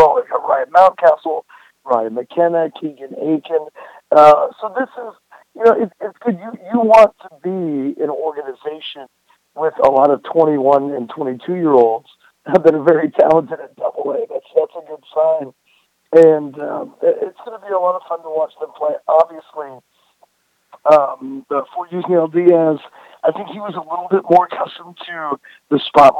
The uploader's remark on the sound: Pre-recorded interview. On the phone at 10:25.